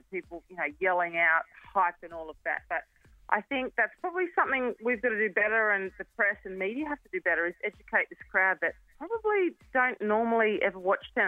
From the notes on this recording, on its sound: on the phone this morning